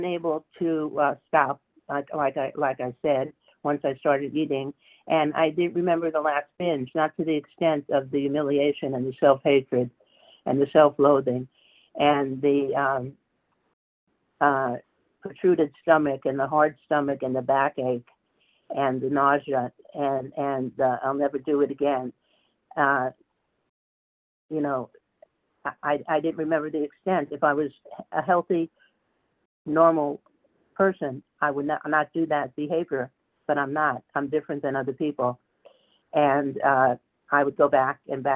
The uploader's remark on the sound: 100 Pounders Phone Meeting.